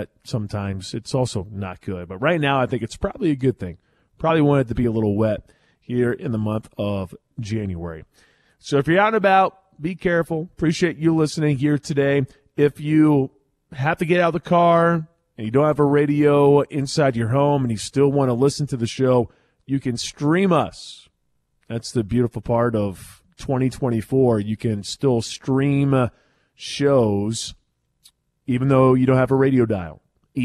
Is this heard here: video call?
no